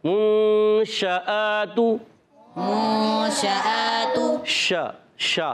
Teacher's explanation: تو شین جو ادا ہوتا ہے، شین، شین وسط زبان وسط تعلق سے ادا ہوتا ہے. شین میں ایک صفت پائی جاتی ہے جس کا نام ہے تفشی. کیا نام ہے؟ تفشی. یعنی منہ میں آواز کا پھیلنا